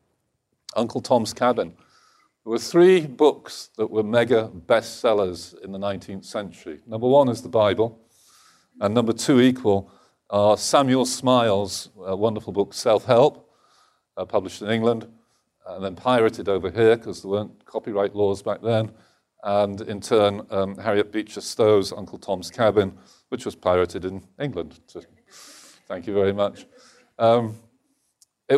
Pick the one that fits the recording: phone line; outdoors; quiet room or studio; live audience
live audience